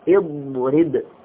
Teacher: قال والضاد باستطالة ومخرج قلنا أن حرف الضاد يكون من حافة اللسان وأنه يمتد إلى ما صلب من اللثة من الداخل